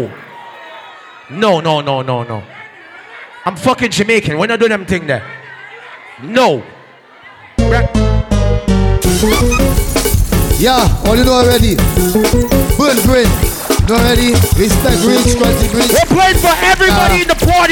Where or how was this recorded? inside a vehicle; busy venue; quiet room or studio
busy venue